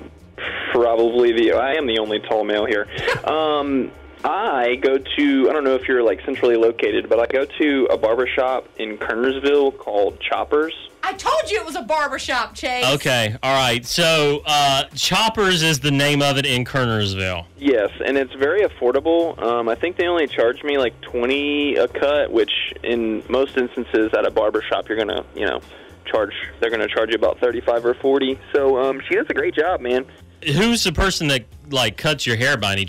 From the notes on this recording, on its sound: barista on the phone